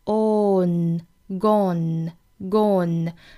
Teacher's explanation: 它是一个元音 o 加一个前鼻音 n 的发法